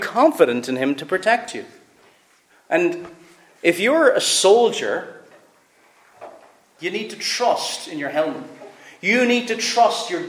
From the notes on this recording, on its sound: Preached at Fairview Reformed Presbyterian Church